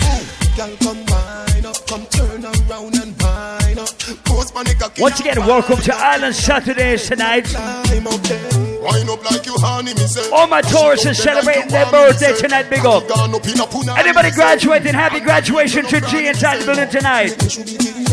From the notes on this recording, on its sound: LIVE AT ISLAND SATURDAYS ON MAY 12th.